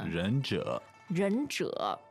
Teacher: It's a little difficult because it's two third tones.